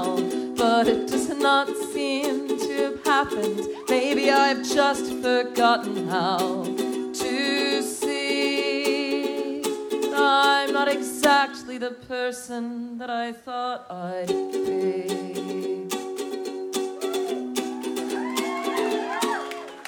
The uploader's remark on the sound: Live From The Newport Folk Festival, 2013. Recorded live in concert from the 2013 Newport Folk Festival.